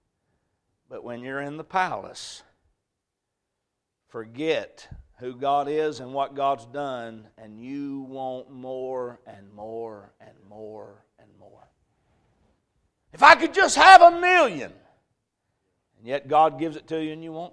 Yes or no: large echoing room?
yes